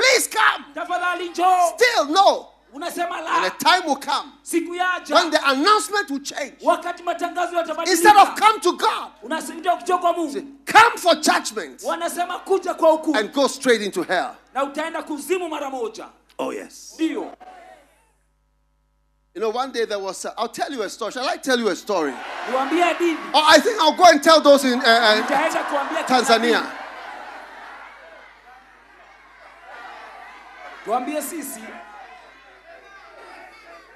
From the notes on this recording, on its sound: Preached at the Healing Jesus Crusade, Thika-Kenya